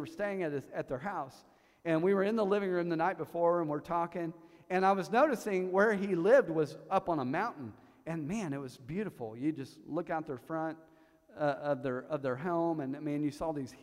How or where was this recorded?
large echoing room